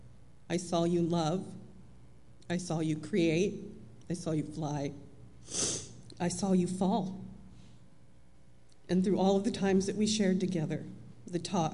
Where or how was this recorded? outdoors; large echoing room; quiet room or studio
large echoing room